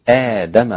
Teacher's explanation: لكن مش عند حفص عند ورش آدم طالما بتقرأي بحفص يبقى لابد أن تقولي آدم فقط حركتين لا تزيدي عن حركتين